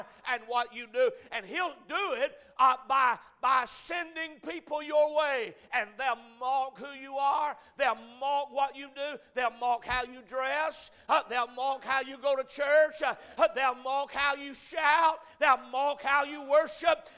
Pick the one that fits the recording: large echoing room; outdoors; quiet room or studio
large echoing room